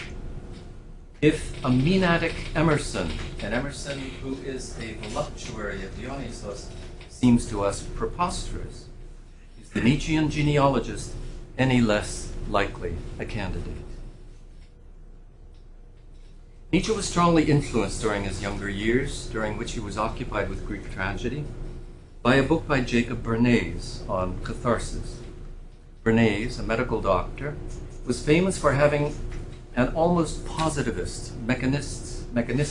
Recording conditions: large echoing room